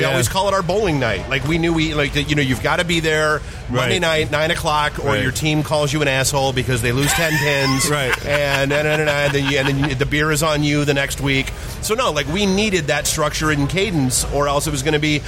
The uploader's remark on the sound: Podcast Detroit live from Michigan Comic Book Expo